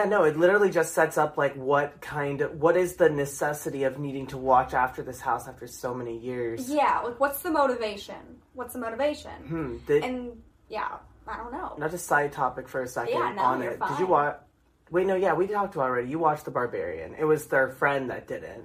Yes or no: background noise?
yes